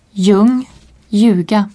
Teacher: Le L est muet devant un J.